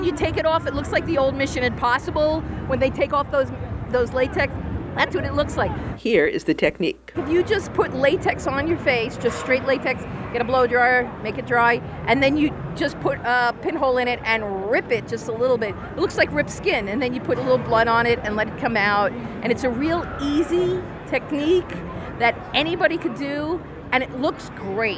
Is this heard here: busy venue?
yes